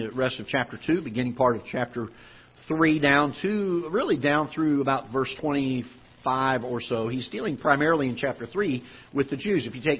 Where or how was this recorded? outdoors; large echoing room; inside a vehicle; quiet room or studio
large echoing room